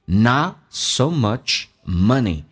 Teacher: not 的 t 去掉，但气流要阻塞，前面是一个元音